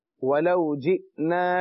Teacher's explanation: ولو جئنا جھٹکا ہے کیونکہ حمزہ جب ساکن ہو تو جھٹکا ہوتا ہے